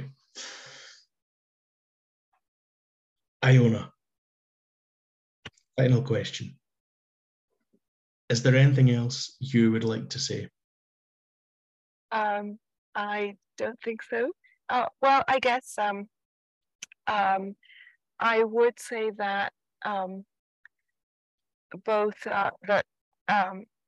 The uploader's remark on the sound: Apologies if the audio is a bit choppy on this one.